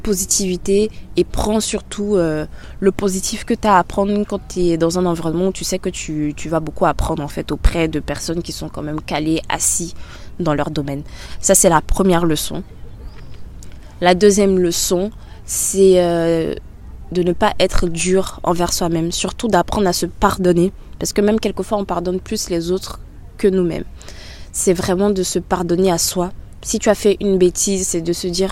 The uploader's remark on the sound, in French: Le format de cet épisode est spécial, car je suis en extérieur, il y a pas mal de bruit autour et à plusieurs reprises, je change de sujet en attendant que le bruit passe